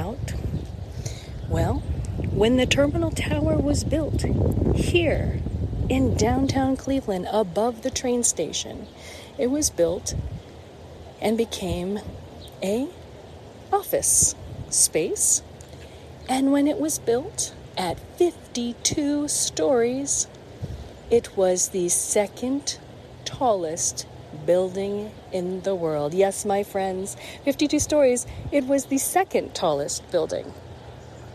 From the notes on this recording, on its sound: LIVE from Terminal Tower, Cleveland, Ohio. At Terminal Tower and Public Square, Cleveland, Ohio, USA. This is a special on location Walk and Talk of our Mindfulness Summer Tour 2022.